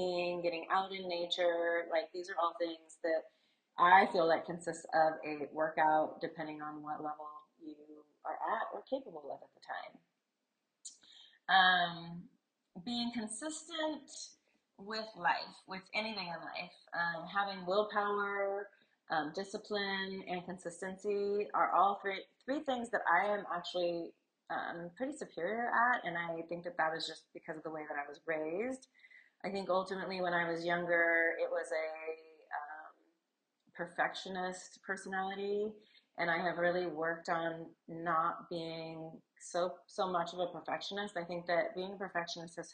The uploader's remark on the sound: Sorry the audio isn't the greatest but learning as I go.